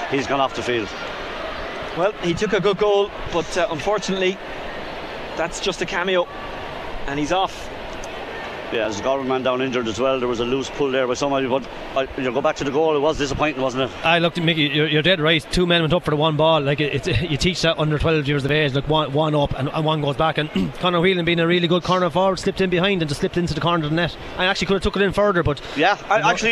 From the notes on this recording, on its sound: as broadcast live from Croke Park